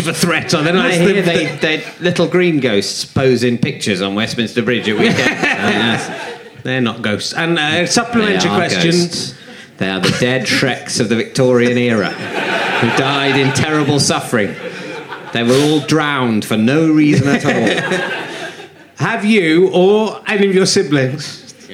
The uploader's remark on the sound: Leicester Square Theatre Podcast